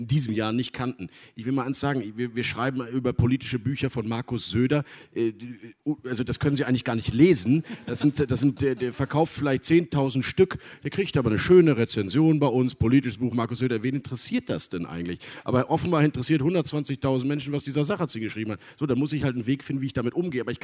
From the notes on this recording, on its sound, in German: im RP-Zelt beim Campfire-Festival in Düsseldorf